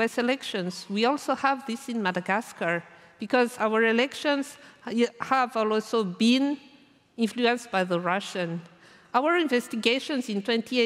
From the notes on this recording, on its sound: recorded at the 2023 Oslo Freedom Forum